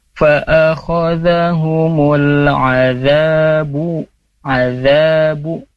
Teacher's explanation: Sedikit koreksinya di tadi kata azab ya, za-nya itu dua harokat, jadi jangan terkesan terlalu panjang. Fa'akhadhahumul azabu, azabu ya, cukup dua harokat saja gitu. · Term: mad tabi'i